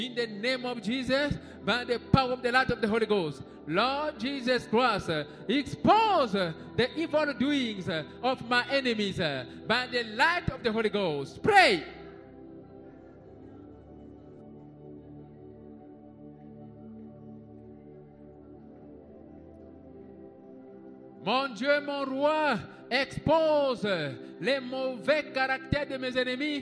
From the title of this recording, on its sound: Sunday Live Service - Service Dominical en Direct